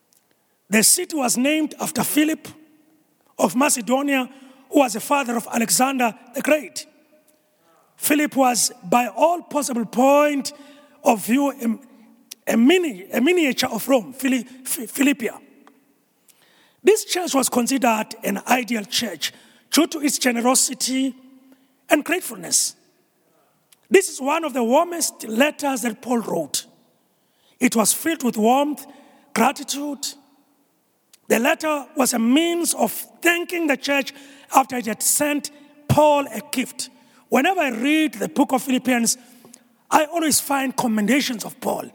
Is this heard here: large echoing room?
yes